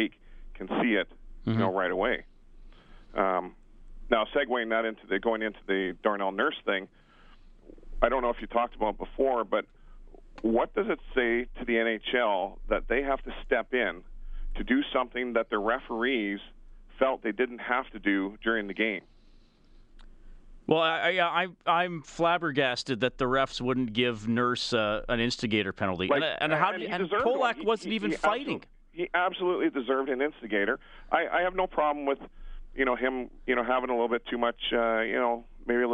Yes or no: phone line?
yes